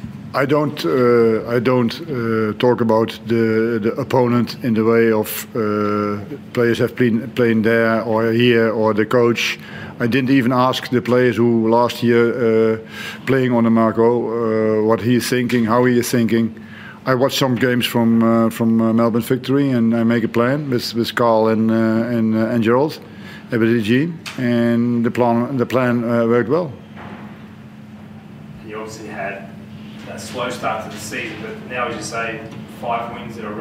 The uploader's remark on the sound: Post-Match Press Conference